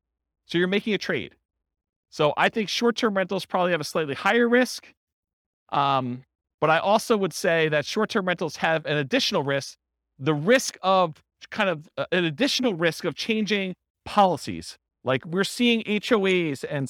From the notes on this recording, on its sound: This was a live class recorded